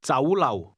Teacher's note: The Cantonese word restaurant is pronounced with a combination of mid-rising and low-level tones.